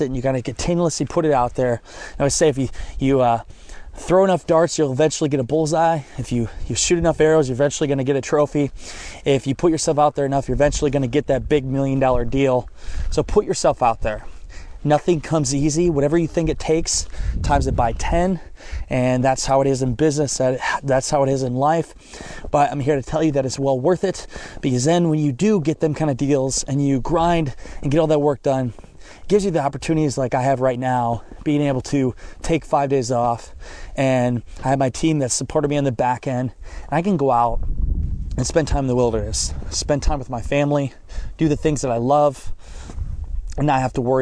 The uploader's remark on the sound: I am recording in the snow in the middle of the woods right now! During shotgun season.